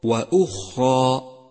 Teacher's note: فخم حرف الألف من كلمة وأخرى وأخرى، لأنه مسبوق بحرف مفخم وهو الراء، والألف تتبع ما قبلها في الترقيق والتفخيم.